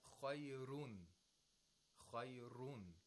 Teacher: Ra has tarqiq, but with dhamma. With tanween of dhamma.